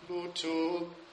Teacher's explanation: The accent's on the first syllable.